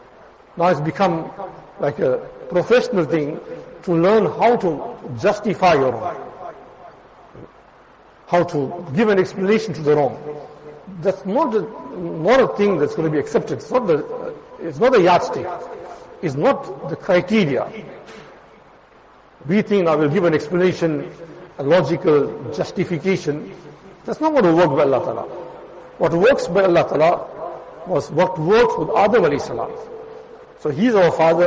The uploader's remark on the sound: Jumuah lecture at Madressah Taleemuddeen